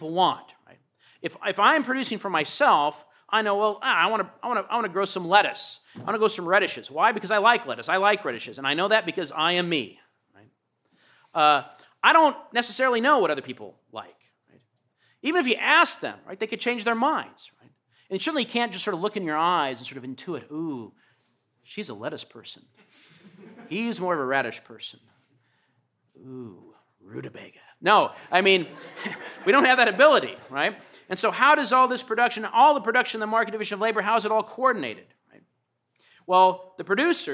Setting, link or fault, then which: setting, large echoing room